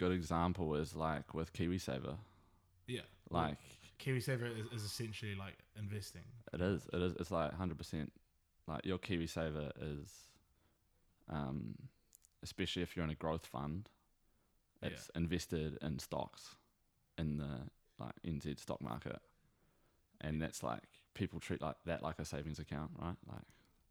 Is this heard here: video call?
no